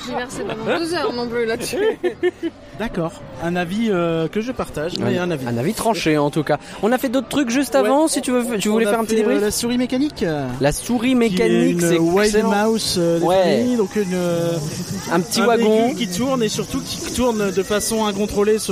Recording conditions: outdoors